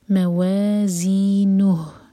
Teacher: خفت موا میم لائٹ موا و مد طبعی موا زی ز بزنگ ساؤنڈ کے ساتھ اور زی مد طبعی دو حرکہ لمبا. موازینہو یہاں پر رکیں گے تو ہا کو ساکن کیا جائے گا